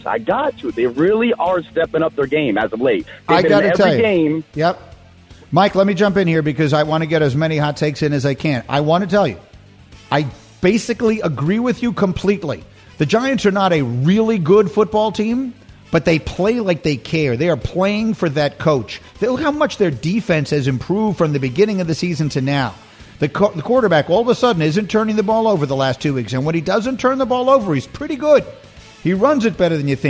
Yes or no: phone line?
yes